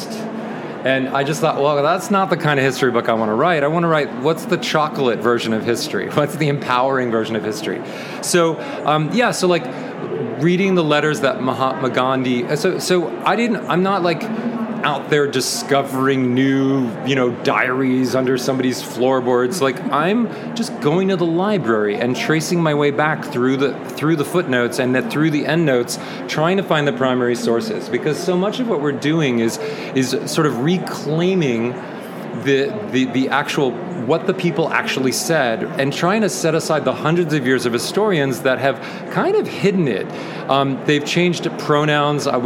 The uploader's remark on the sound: Live from the 25 ALA Interview. Live from the ALA exhibit floor in Washington DC.